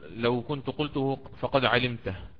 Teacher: فقد علمته عند الوقف أقف بسكون لا أمد